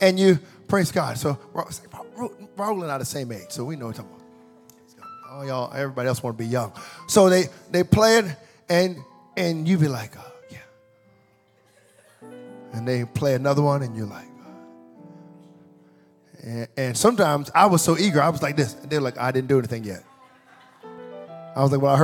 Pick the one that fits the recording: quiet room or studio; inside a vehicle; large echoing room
large echoing room